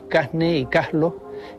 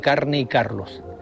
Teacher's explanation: aspiran la R cuando ésta aparece ante las consonantes N o L. · Shown in: first take · Así se dice en algunas zonas de Canarias, Casne y Caslo, en lugar de Carne y Carlos.